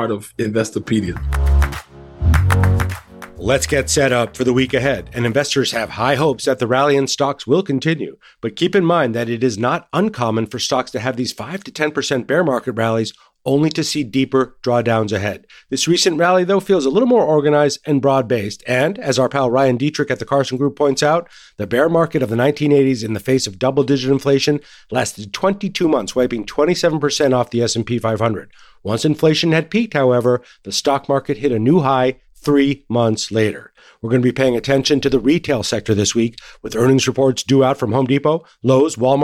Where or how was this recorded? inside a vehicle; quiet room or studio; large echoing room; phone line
quiet room or studio